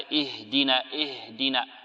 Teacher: واللفظ باهدنا هنا لم يهتز فيه الوتران الصوتيان وإنما هو لأن الهاء تخرج من بين الوترين الصوتيين مع الهمس